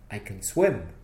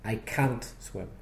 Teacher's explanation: don't stress the word can. Stress the verb after it. Stress the word swim. · Shown in: first take